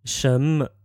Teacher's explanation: That's S H E N with a second tone and ME with a neutral tone.